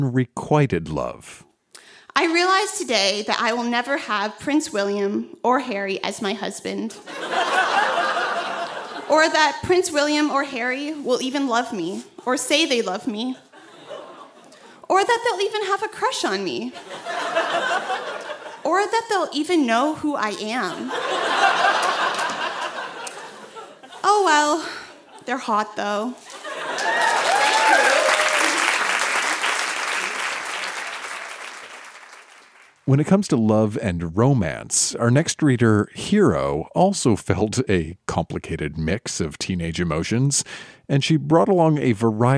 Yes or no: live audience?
yes